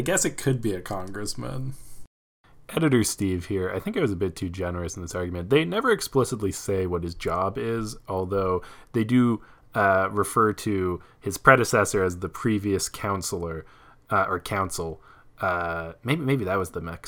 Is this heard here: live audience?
no